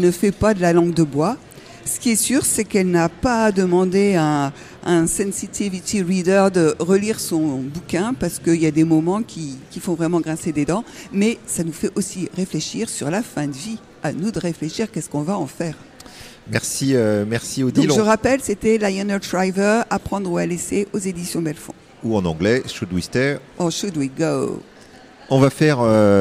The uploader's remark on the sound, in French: Au Marché de Lëon, marché de créateurs organisé par Radio Béton à la mairie de Tours